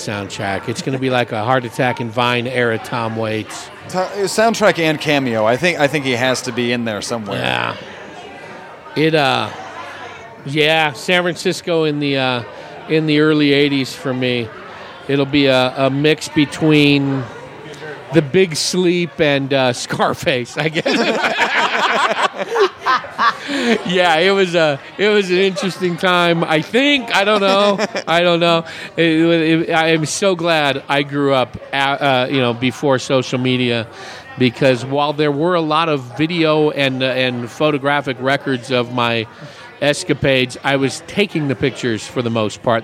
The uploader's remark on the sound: Recorded at The Raven Café in Prescott. Recorded at The Raven Café in Prescott.